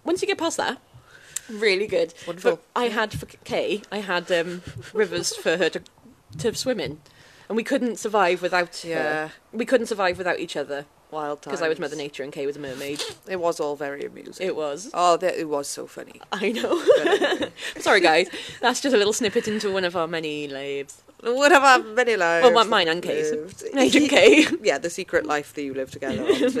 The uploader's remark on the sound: This week we are coming at you from ‘The Bistro Set’ with some top tier sound effects! Grunting and heavy breathing throughout like a creepy caller. My dribbling self who is exuding snot from every orifice at a rate of knots.